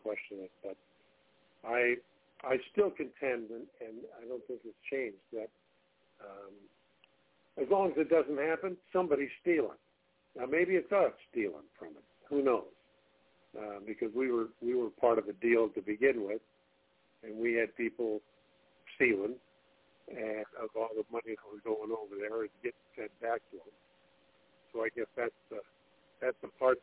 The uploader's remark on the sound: TNTSuperfantastic Conference Call.